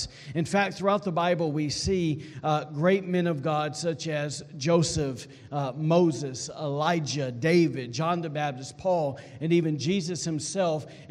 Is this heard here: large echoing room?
yes